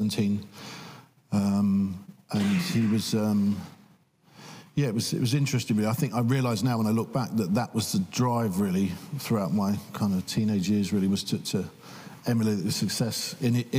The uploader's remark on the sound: Cambridge Union. Recorded in the Chamber on 17th March 2023 at 7pm.